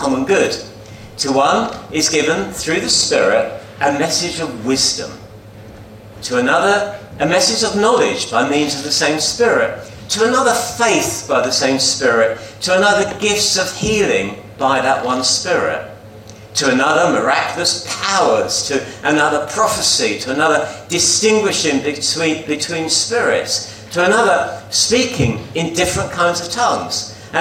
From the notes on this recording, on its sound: At King's Church, Cockermouth, as an audio file.